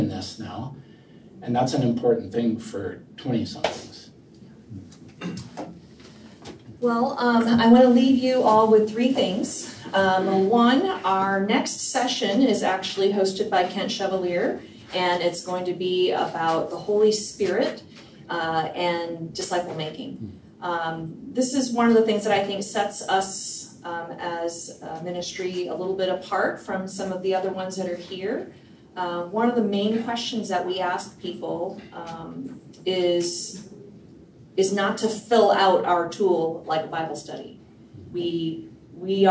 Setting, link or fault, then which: setting, busy venue